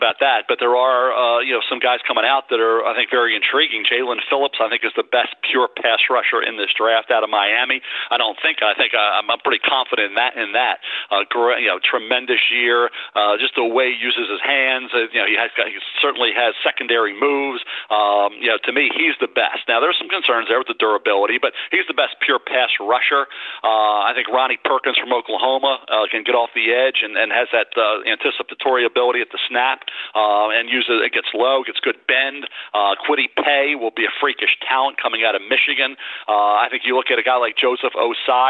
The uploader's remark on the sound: NFL Draft Conference Call